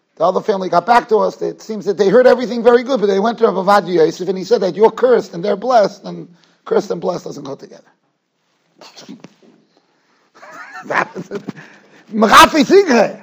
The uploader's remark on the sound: Shiur recorded in Yeshivas Ohr Reuven, Monsey, NY.